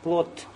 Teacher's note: в русском языке буква д в конце оглушается и будет как буква т